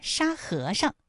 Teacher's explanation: 特别注意，沙和尚，哎，在这里面最后那个上，它是读轻声 · 沙和尚这三个字，他们的声调分别是一声、二声和轻声。